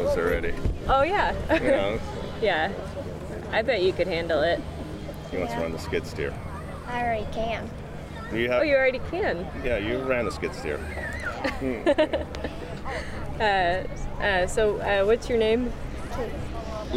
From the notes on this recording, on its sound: takes a recorder around the annual Great Lake Logging & Heavy Equipment Expo in Escanaba, MI